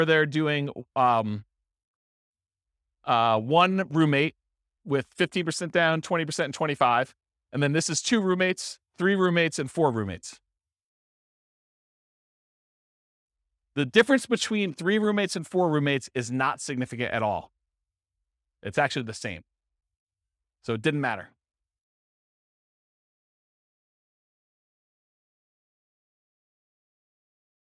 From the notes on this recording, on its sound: This was a live class recorded